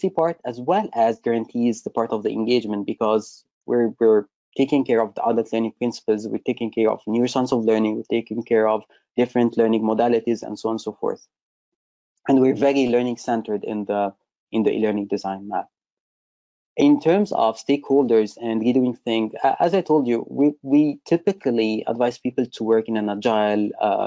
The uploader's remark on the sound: webinar recording